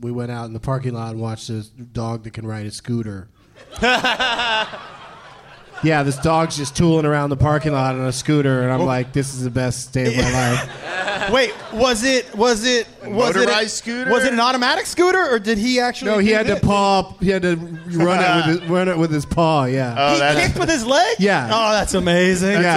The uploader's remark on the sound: Live in Portland